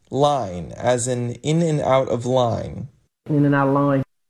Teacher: the I vowel is going back and then going up in the back